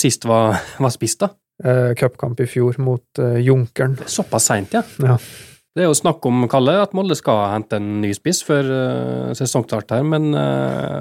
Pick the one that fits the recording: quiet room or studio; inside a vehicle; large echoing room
quiet room or studio